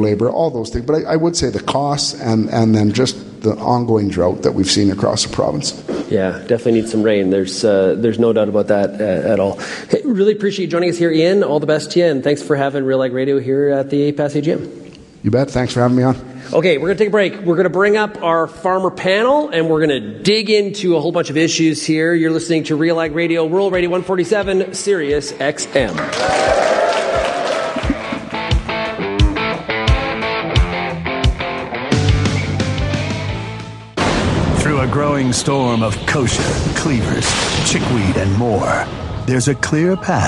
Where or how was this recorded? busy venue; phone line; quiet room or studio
busy venue